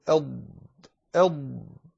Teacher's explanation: وأما الضاد فمن ميزتها الاستطالة